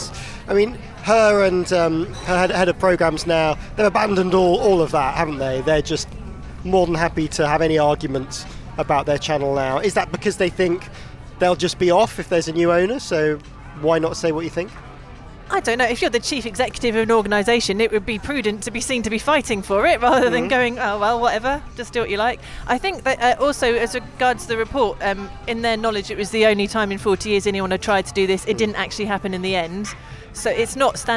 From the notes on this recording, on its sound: A special LIVE edition recorded from the rooftop of The Broadcaster at the Television Centre.